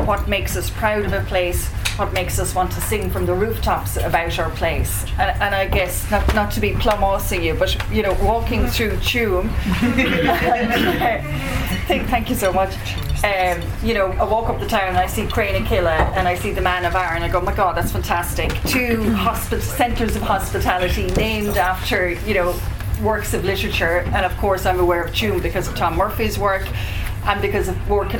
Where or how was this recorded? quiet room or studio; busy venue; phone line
busy venue